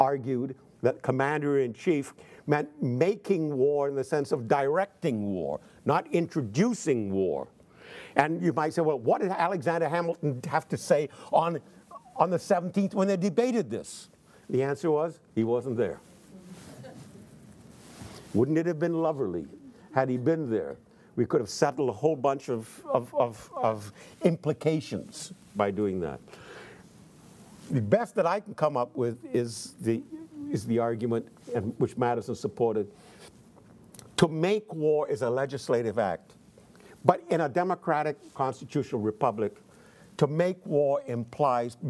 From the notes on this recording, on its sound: in front of a teacher audience